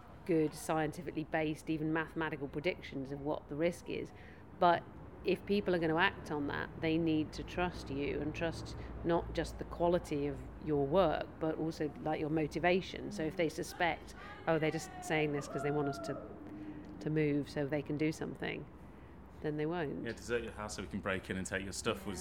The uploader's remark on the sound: meets three vulcanologists at Cheltenham Science Festival